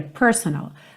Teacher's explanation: ela é uma palavra interessante porque a sílaba tônica dela é a primeira, personal. Mas a maneira como ela está inserida na música acaba ficando meio dividida entre a primeira e a terceira, porque ela canta it's personal.